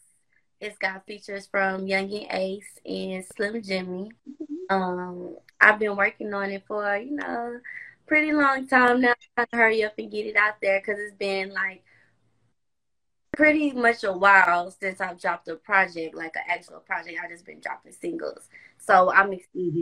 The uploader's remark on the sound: special Instagram Live #WFH edition